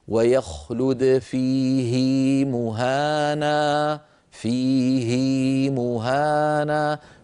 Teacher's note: فنشبع الكسرة حتى يتولد منها ياء لفظية · Term: موصولة